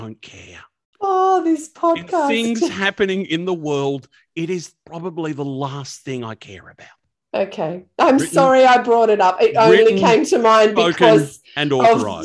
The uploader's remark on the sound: the sound is not as good, due to COVID we had to record on Zoom this time!